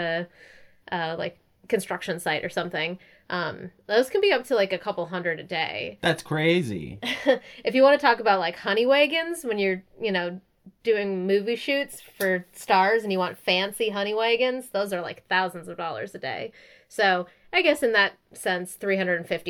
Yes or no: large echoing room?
no